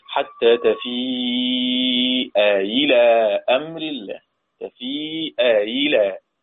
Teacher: بتسهيل الهمزة الثانية بين بين